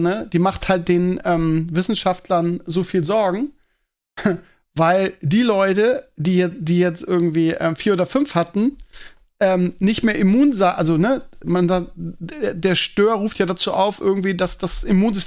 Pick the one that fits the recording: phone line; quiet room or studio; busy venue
quiet room or studio